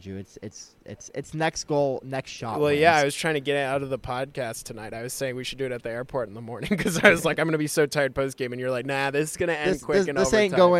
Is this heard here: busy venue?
yes